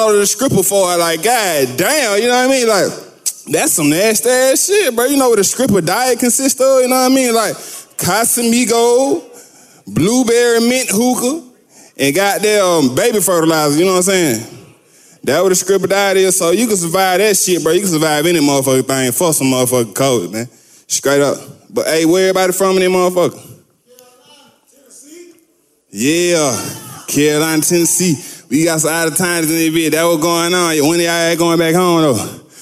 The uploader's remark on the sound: Live from the Buckhead Theatre in Atlanta, GA.